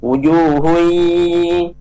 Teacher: Wujuhun, ya, dengungnya idgham bi gunnah, ya, memasukkan dengan dengung. Wujuhun, ke hidung dengungnya. Wujuhun, jangan di mulut. Wujuhun, tapi ke hidung juga.